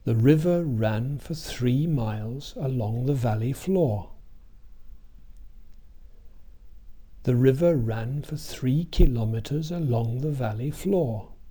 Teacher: if we replace the monosyllable, the single syllable word, miles, with the four syllable word, kilometers, kilometers, the pattern of the sentence hardly changes. · Term: regular beat